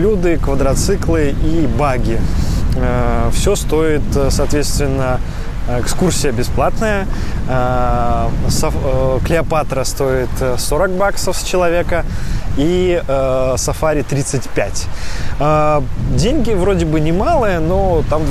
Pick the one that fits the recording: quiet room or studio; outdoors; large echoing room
outdoors